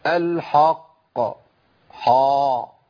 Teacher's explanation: بستعد لتفخيم القاف من عند الحاء · Term: تفخيم الحاء